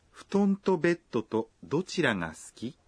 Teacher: Essa sentença do diálogo é uma pergunta casual, feita com uma entonação ascendente.